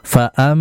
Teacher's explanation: Nah, perhatikan berikutnya ada mim tasydid. Apabila ada mim tasydid, ini sudah dipastikan ini termasuk gunnah yang sangat sempurna, maka dibaca dengan ditahan cukup lama.